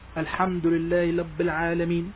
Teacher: ممكن تجد بعض الناس يبدلون حرف الراء باللام، مثلا يجعل الراء لام فيقول مثلا الحمد لله رب العالمين مثلا.